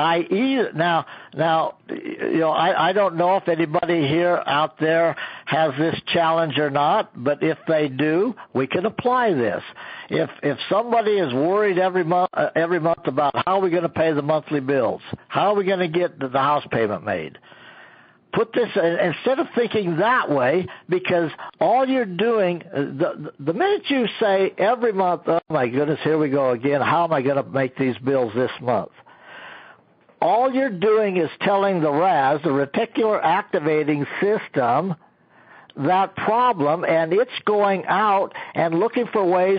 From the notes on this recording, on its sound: An archive of weekly conference calls.